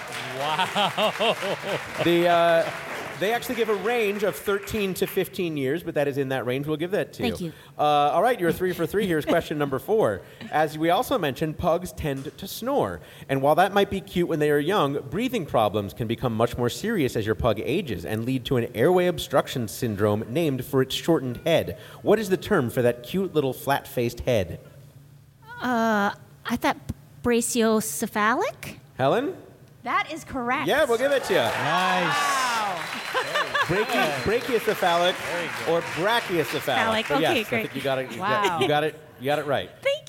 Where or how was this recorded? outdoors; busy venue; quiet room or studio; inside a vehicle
busy venue